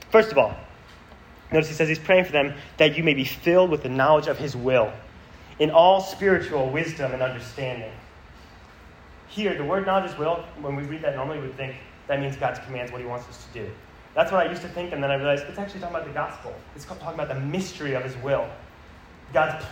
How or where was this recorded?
live audience